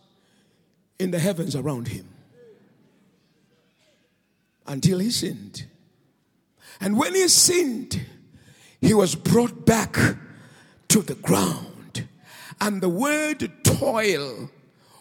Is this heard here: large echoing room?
yes